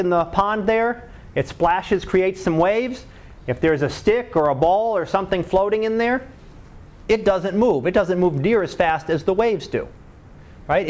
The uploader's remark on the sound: Live Class Lecture